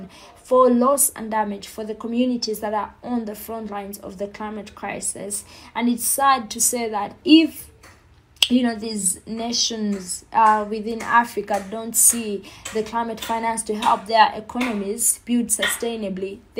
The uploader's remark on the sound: There is also a bit of background noise that could be cleaned out during post production.